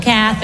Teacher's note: So the emphasis is on the first syllable